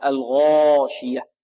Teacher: والألف هذه بارك الله فيكم مفخمة لأنها تتبع ما قبلها